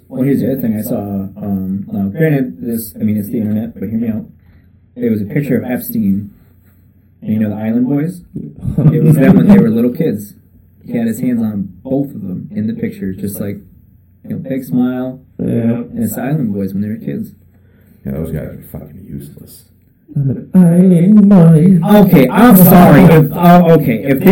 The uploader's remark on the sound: First off, the audio is not the greatest. Our first guest with the new mic setup was definetely a learning experience.